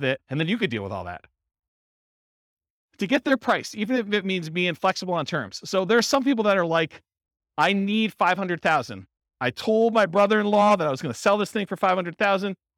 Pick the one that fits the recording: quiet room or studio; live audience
live audience